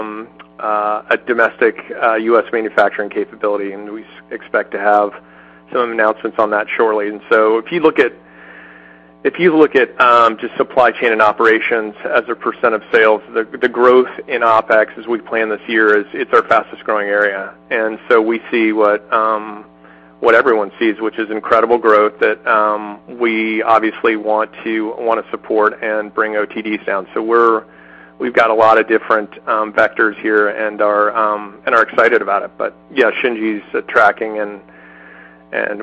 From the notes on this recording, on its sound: Q3 2020 Results Earnings Conference Call